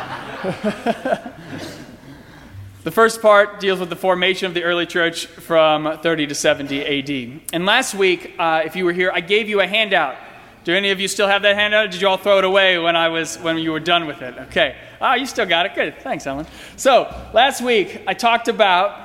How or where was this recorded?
large echoing room